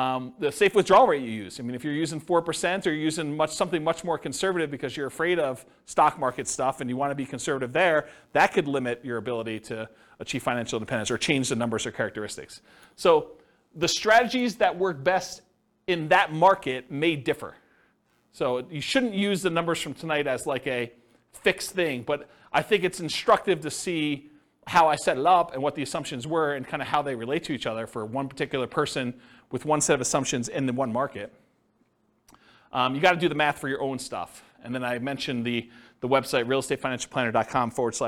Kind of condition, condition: setting, live audience